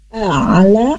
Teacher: ain dari tenggorokan tengah